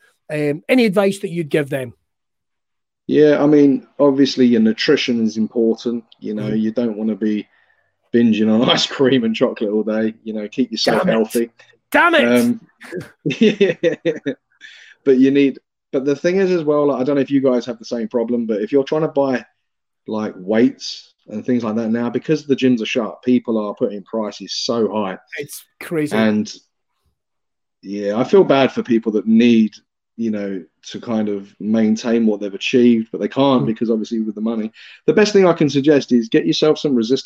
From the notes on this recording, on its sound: This episode was recorded live and remote because of the current COVID-19 pandemic.